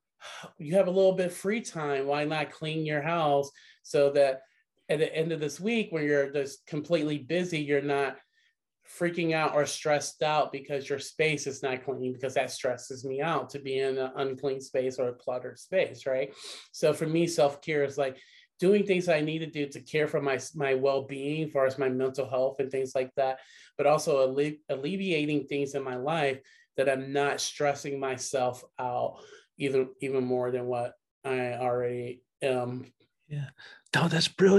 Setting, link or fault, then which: link, video call